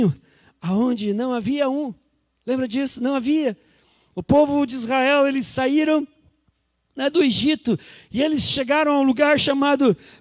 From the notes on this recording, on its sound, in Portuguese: Culto de Páscoa, dia 12/04/2020 na Igreja ABA Curitiba (Transmitido ao vivo)